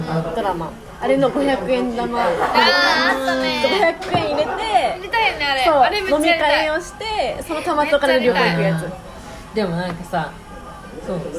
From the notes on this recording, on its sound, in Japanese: エンディング撮り忘れましたごめんなさい。ブツ切れしてます。収録場所が沖縄料理屋だったのでBGMは陽気な音楽が流れています。